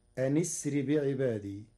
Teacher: قرأ ورش كلمتي أن أسر بوصل همزة أسر مع كسر النون فتصير أن أسر بعبادي.